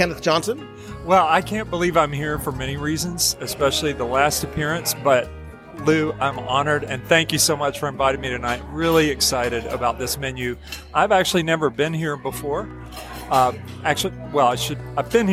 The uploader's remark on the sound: Three Bridges Live Review. Come with me to Three Bridges Bar and Grill at Villa del Lago at Disney's Coronado Springs Resort for a live dining review of a resort lounge.